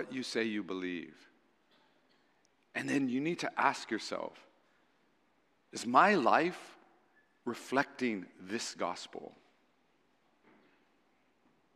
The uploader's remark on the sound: Recorded on April 9, 2023 at Waialae Baptist Church.